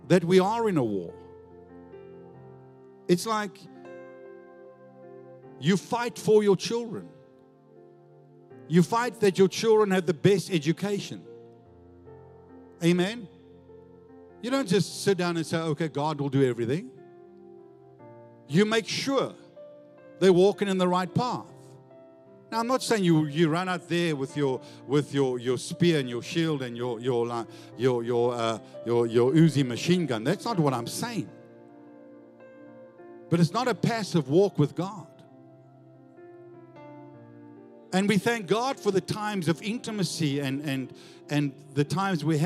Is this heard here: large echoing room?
yes